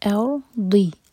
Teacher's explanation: ضاد زبان کی سائڈ سے